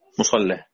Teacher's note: التداخل بيقول لي اللام لازم تتفخم عشان قبلها إيه، قبلها صاد مفتوحة، لام مفتوحة قبلها صاد مفتوحة دي تفخم صح · Term: التفخيم